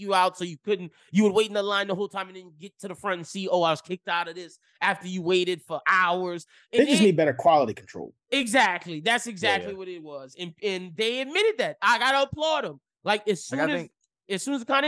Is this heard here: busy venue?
no